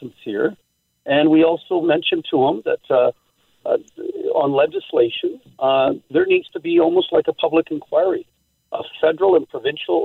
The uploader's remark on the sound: Then, we open up the phone lines and get your thoughts on the stolen shopping cart situation.